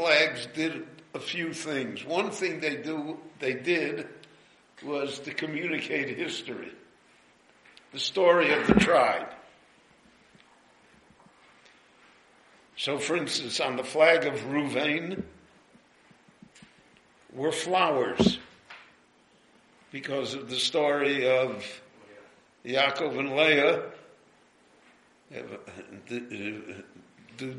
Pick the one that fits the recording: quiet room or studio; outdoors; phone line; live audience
live audience